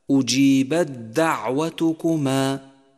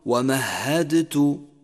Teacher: ندغم التاء بالدال ونشدد حرف الدال · Shown in: first take · فيصير لفظها هكذا: أجيبت دعوتكما. · Term: إدغام التاء في الدال